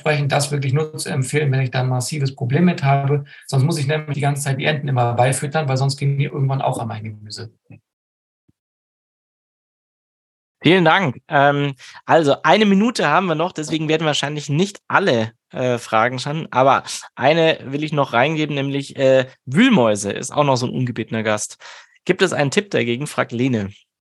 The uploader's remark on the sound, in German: Mit dieser Folge veröffentlichen wir die letzte Aufnahme unseres Gartenkongresses 2023 zum Saisonstart. Diese Folge ist ein Mitschnitt eines Live-Webinars.